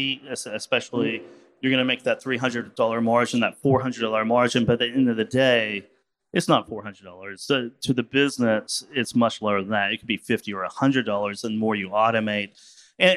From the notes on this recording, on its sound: In this fireside chat on day 2 of F3.